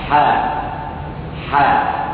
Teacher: يجري معه الصوت كما يجري معه نفسه انه مهموس